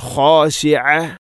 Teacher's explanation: يوم يخرجون من الأجداث سراعا كأنهم إلى نصب يوفضون أوسانة آيتل خاشعة أبصارهم ترهقهم ذلة ഇവിടെ ഖാശിഅതൻ ഖ തൊണ്ടയുടെ ഏറ്റവും മുകൾ ഭാഗമാണ് ഖ എന്നതിൻ്റെ മഖ്റജ്, അതുപോലെ തന്നെ ഐൻ ഖാശിഅ ഐൻ തൊണ്ടയുടെ മധ്യഭാഗം